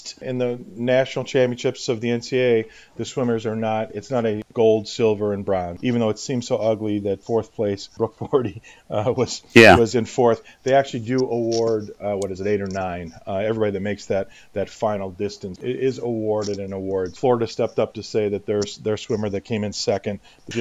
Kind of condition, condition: fault, distortion